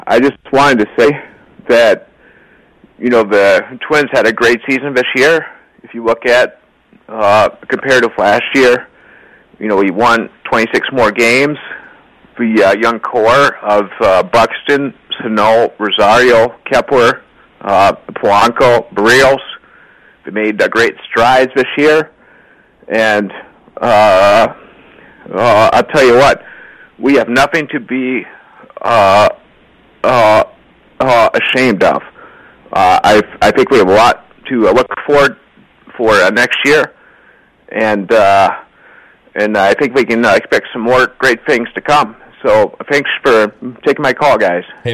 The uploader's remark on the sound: BONUS: Twins Wrap post-game show after loss to Yankees. Take phone calls and react.